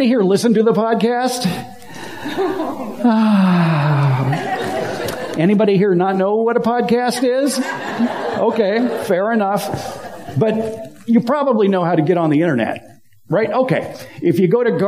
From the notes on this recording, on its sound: Recorded last week in front of a live audience at a meeting of the Sun City/Lincoln Hills (CA) garden club. Included a Power Point presentation.